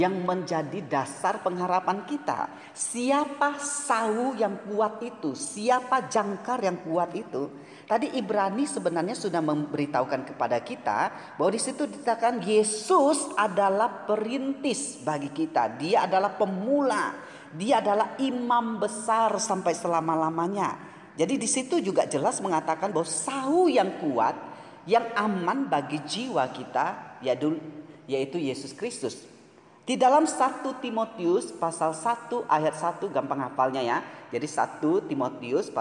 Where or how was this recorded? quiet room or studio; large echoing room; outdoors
large echoing room